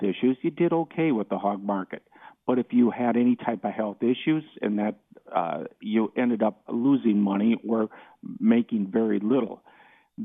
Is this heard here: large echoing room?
no